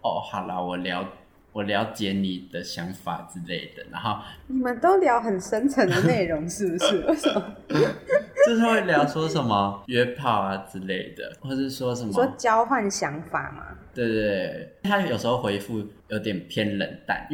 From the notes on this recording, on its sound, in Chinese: 只能遠端錄音ㄉ窩們音質不太好還請大啊多多包容，窩們會盡快改善ㄉ！